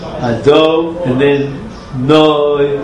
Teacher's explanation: the emphasis should be on the end of the word, the nun yud at the end. Ado, and then no, that has an extra emphasis.